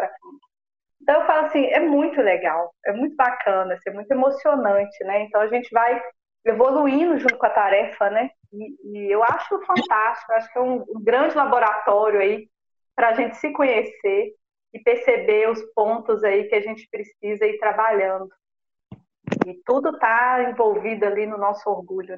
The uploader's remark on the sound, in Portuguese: Gravação com problemas técnicos. A gravação sofreu intercorrências, entretanto, por ser possível captar a mensagem transmitida pela palestrante optamos por disponibilizar com as falhas.